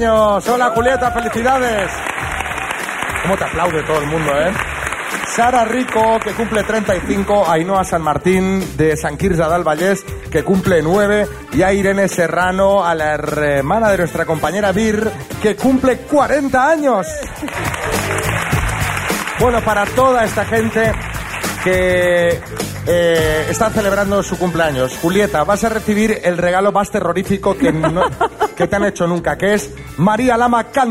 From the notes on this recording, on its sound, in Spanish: Las Mañanas KISS en directo desde MADRID. Este viernes hemos salido al exterior para hacer nuestro primer programa en directo del año, y el lugar elegido ha sido los Teatros Luchana de Madrid.